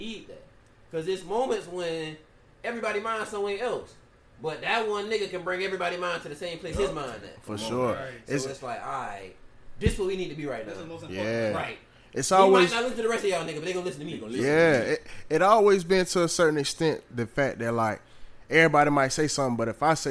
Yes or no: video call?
no